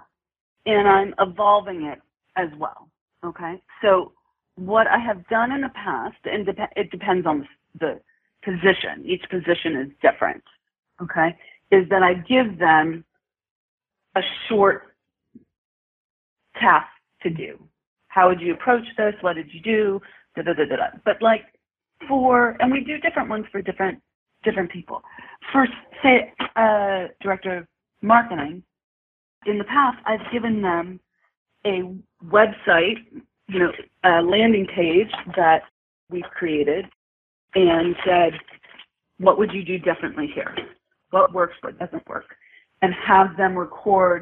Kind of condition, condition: link, phone line